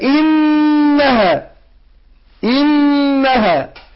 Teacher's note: النون مشددة ادينا لها كحركتين غن حركتين